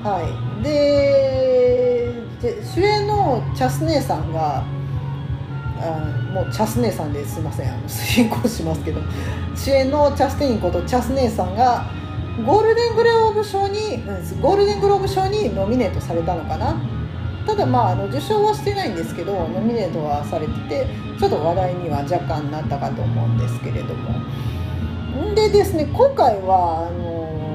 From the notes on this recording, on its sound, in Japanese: またカラオケルームで収録してるので、バックに雑音がかなり入ってます。